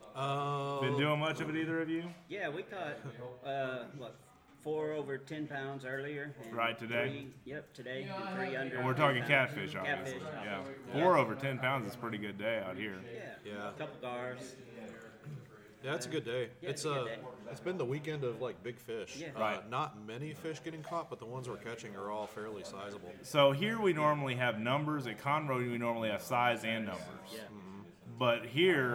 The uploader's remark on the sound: live stream episode on location at a Cross Water Outfitters fishing ministry event